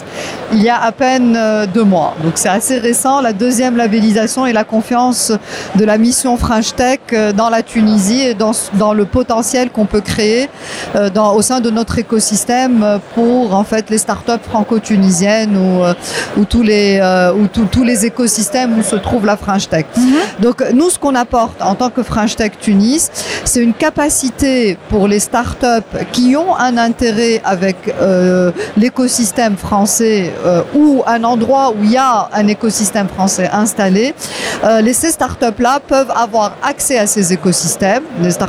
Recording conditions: busy venue